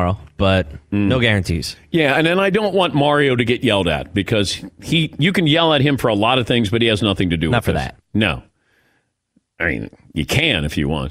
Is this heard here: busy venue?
no